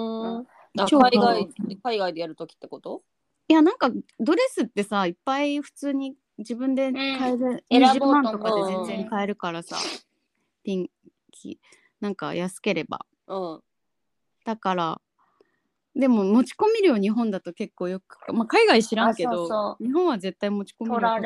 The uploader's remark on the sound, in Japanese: 今回はノンアルリモート収録！